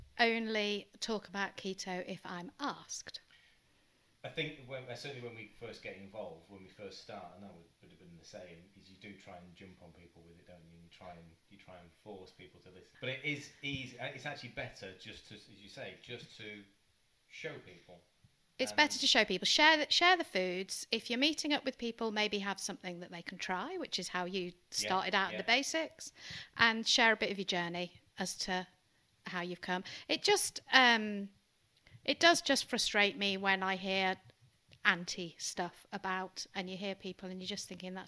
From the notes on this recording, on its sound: apologies for the unbalanced audio!